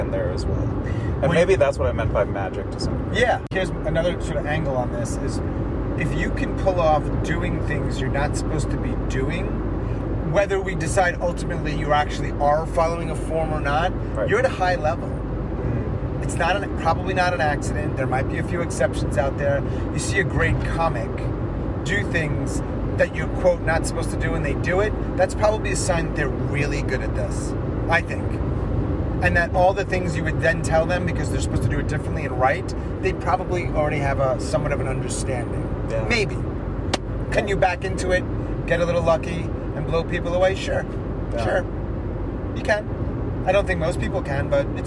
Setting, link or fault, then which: setting, inside a vehicle